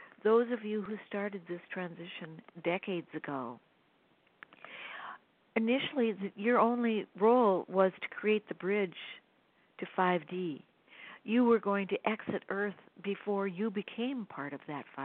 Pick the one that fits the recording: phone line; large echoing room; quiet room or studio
phone line